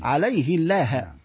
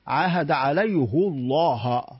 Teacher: نجد مثلا من لهجات العرب مثلا الضمير الغائب، كما في عاهد عليه الله، الضمير الغائب في الغالب عند أغلب في أغلب لهجات العرب يكون مبنيا على الكسر، عليه الله. في لهجة أهل الحجاز يبنى على الضم · Shown in: second take · عاهد عليه الله، ويورث تفخيم ما بعده من لفظ الجلال.